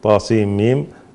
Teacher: عندنا النون مع الميم إضغام كامل بغنة، وهنا هي هذه ليست وين رسمت كلمة واحدة لأنها تعامل كأنها ثلاث حروف منفصلة، ثلاث كلمات منفصلة.